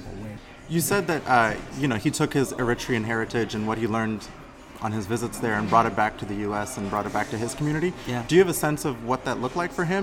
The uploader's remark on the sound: I found myself at a very special coffee shop in Renton, WA called Boon Boona.